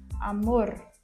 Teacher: quando nós temos o R no finalzinho de uma palavra, esse som também ele deve ser pronunciado de forma vibrante